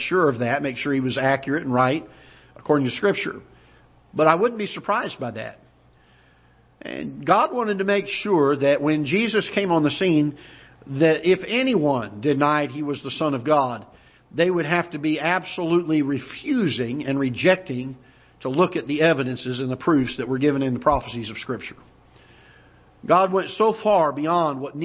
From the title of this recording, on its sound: Ketha Heights Baptist Church ~ Live Broadcast